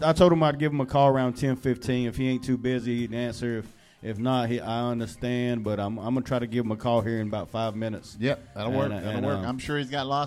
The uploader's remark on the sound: In a exclusive phone interview.